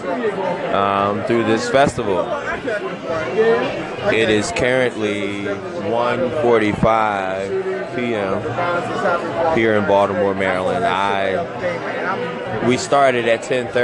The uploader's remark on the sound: Still at the festival. Pizza Party at Belgian Beer Festival in Baltimore.